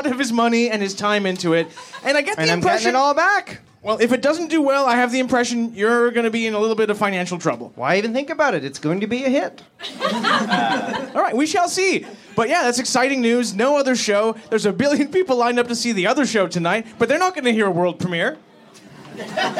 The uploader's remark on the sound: LIVE from Comedy Bar in Toronto! A live episode from Comedy Bar in Toronto, Canada as part of the legendary Laugh Sabbath series.